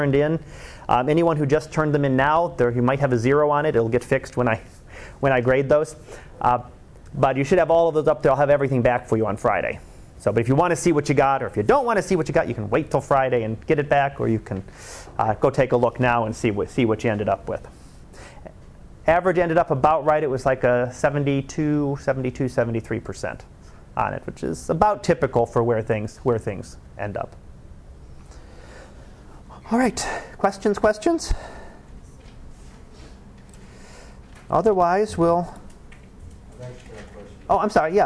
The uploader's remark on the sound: Live Class Lecture